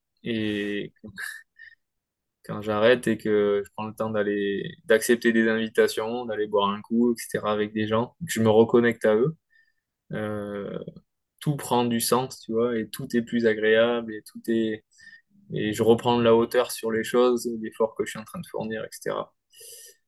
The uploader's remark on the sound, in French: Nous avons enregistré en novembre 2023 à distance.